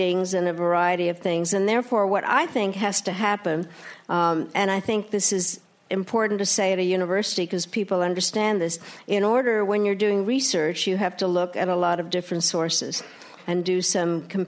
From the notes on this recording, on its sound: RJ Julia recently hosted the former Secretary of State to a sold-out crowd at the Yale School of Management.